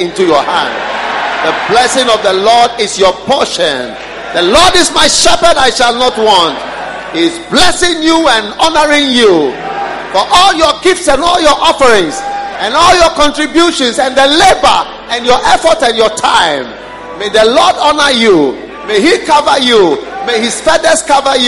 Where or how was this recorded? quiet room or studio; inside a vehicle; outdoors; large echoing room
large echoing room